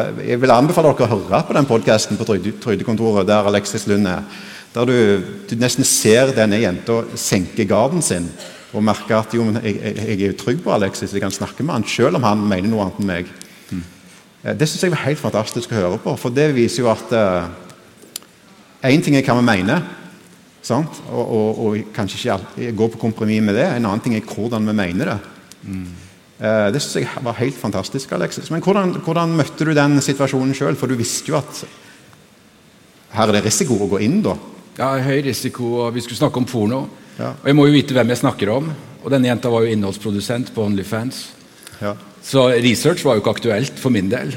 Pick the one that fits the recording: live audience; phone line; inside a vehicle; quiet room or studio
live audience